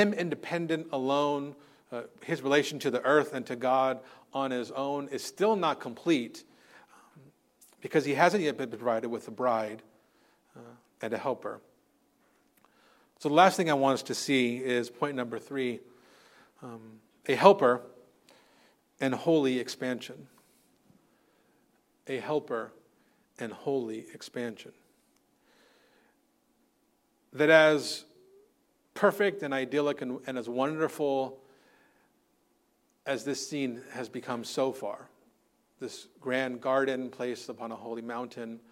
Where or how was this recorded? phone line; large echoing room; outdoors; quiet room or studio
large echoing room